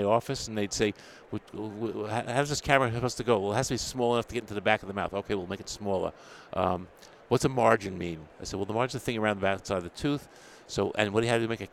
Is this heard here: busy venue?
yes